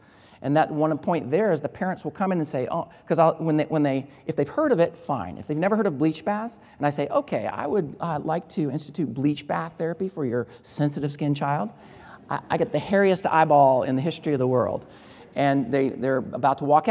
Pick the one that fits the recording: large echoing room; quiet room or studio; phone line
large echoing room